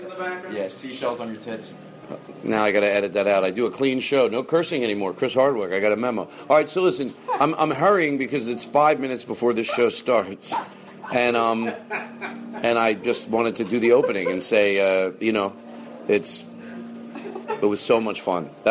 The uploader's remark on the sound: Live from LA Podfest. A special live episode from LA Podfest 2015.